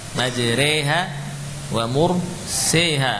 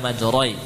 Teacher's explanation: Rohnya yang asalnya tebal, roh menjadi tipis · Shown in: first take · majre. Jangan ditebalkan majroi. · Term: imalah